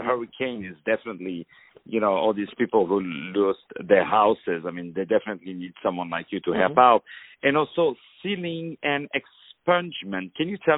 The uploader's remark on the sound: On the phone.